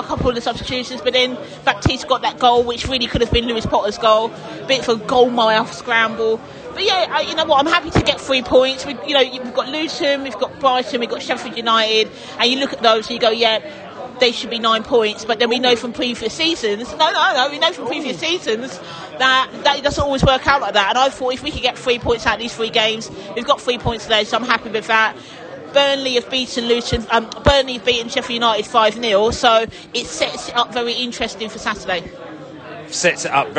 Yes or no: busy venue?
yes